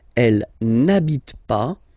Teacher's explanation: it's starting with H, but as I said, you don't pronounce it. So the first sound you hear here is the vowel. And that's enough just to drop and to take away this E.